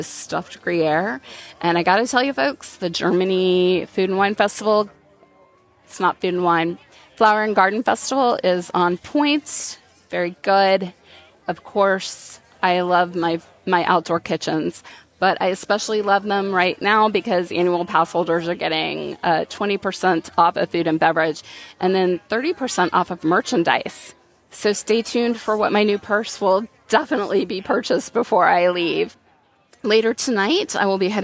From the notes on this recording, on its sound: I come to you live from Epcot's Flower and Garden Festival. Pop over to Hollywood Studios.